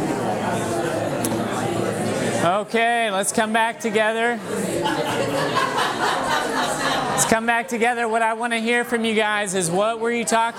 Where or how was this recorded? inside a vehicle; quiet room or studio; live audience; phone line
live audience